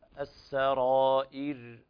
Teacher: الراء هنا في حكم الوقف الترقيق لأنها ساكنة سكون عارض وقبلها كسر فحكمها الترقيق وقفا لكل قراء.